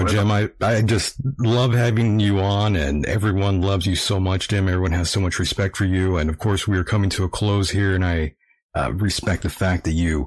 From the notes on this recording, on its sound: nevermind the audio clipping